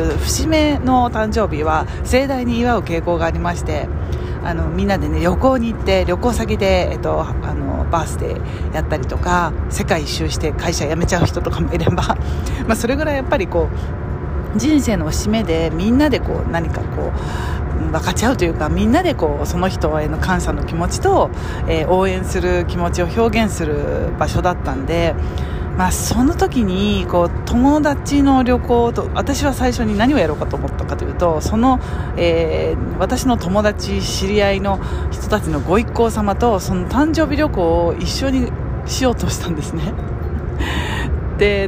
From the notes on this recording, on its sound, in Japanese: イタリアはコモへ行く途中の電車の中で収録しました。